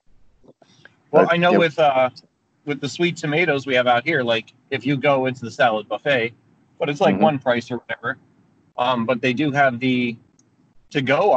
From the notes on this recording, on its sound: quick chat in my car